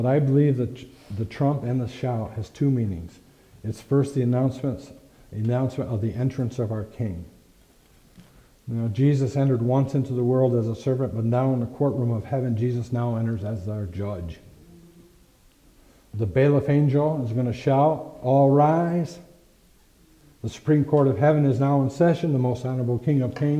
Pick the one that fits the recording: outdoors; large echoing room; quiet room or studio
large echoing room